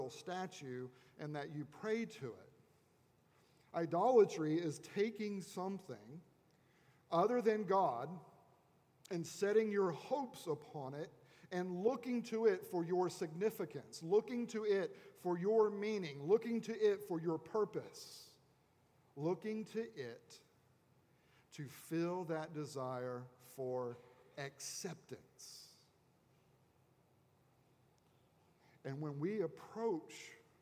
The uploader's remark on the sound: At Redeemer Presbyterian Church in Charleston, SC